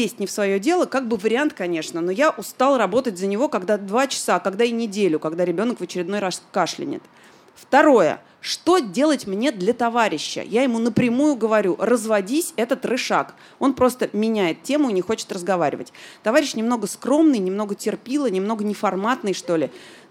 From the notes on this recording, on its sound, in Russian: Выпуск, записанный в баре. Он записан перед живой аудиторией в московском баре Noor.